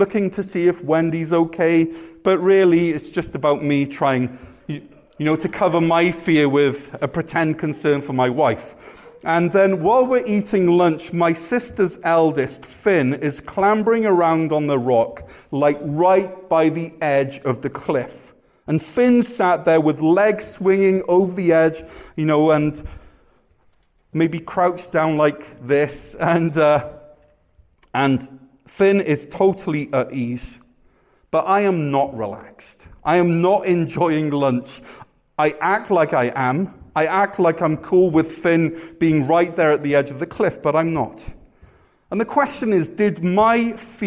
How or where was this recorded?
large echoing room